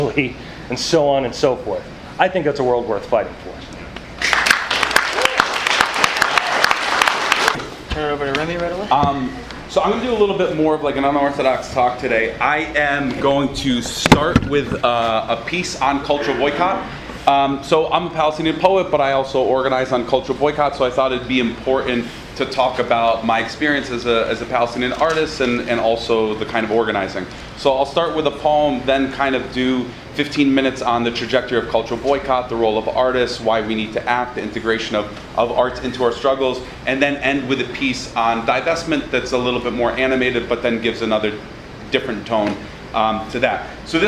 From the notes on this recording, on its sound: This workshop was presented at the Socialism 2014 conference in Chicago on June 26th. It was part of a track of radical art talks done every year at the Socialism conference.